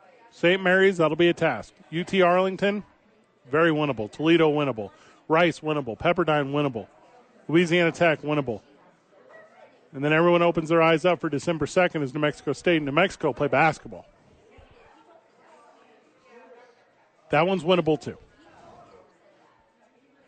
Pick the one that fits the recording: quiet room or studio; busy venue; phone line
busy venue